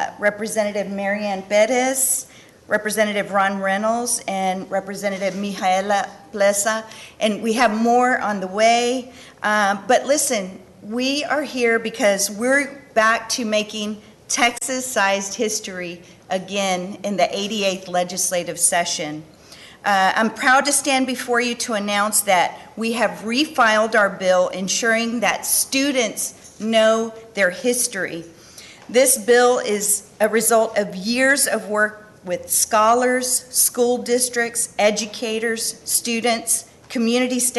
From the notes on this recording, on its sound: a press conference on March 8th at the Texas State Capitol